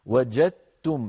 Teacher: المخرج نفسه، فالعرب إن تجاورت الدال مع التاء وكانت الدال ساكنة حولوا الدال إلى تاء وأدغموا التاء في التاء فيصير النطق وجدتم هكذا بتاء مشددة وجدتم، لا يبقى للدال أثر · وأدغموا التاء في التاء فيصير النطق وجدتم هكذا بتاء مشددة وجدتم، لا يبقى للدال أثر في النطق أبدا